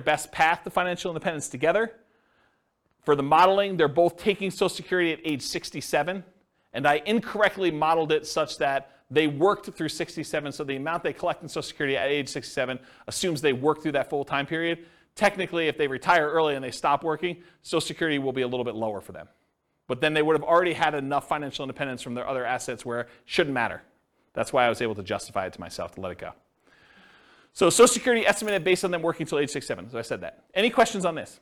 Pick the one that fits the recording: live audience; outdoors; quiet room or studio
live audience